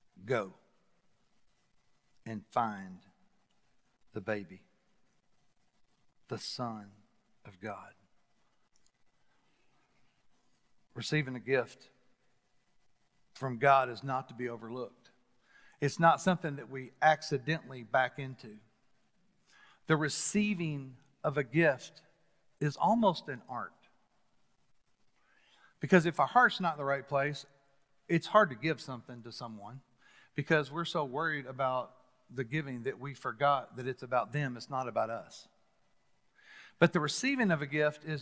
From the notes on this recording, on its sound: Recorded live at The Fellowship at Mt Juliet.